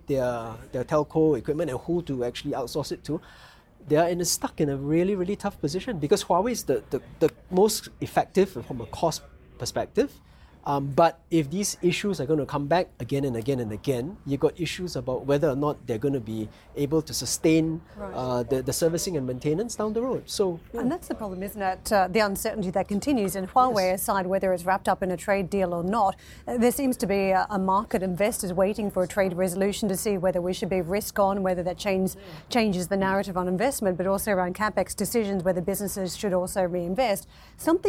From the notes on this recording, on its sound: we’re live in Shanghai at the Consumer Electronics Show